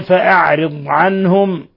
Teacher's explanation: لاحظوا الضاد كيف أظهرنا فيها الاستطالة